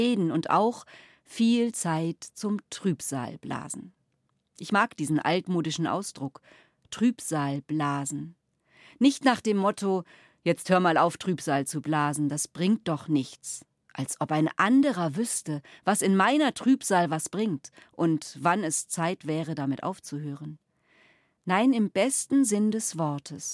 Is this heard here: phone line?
no